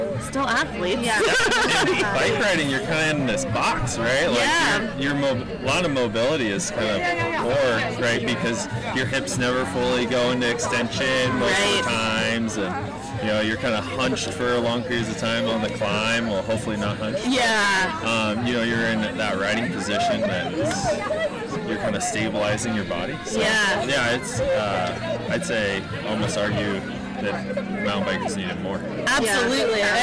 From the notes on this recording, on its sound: A women’s only enduro race. We sat down and did a live recording from the event. We got to talk to several people who were either vendors or racers at the Sturdy Dirty. The sound quality isn’t the best as we were outside and flying by the seat of our pants (as usual).